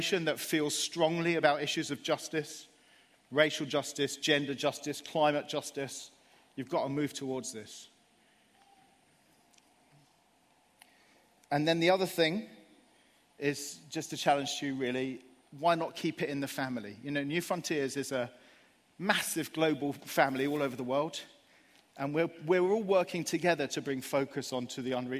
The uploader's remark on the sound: Live at Project 23